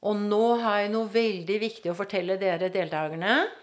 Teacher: stemmen er som å gå i kupert terreng. Det går litt oppover, og så går det bortover, og så går jeg nedover. · Term: setningsmelodi